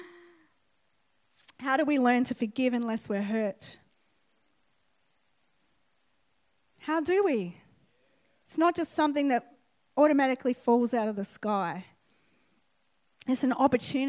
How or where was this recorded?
large echoing room